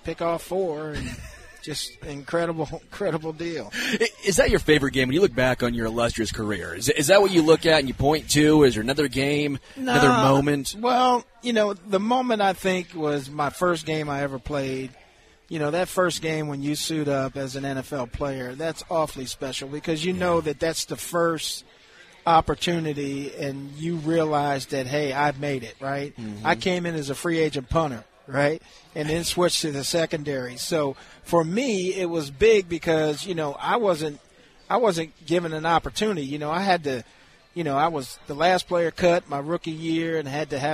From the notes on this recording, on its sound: LIVE from Hollywood Casino!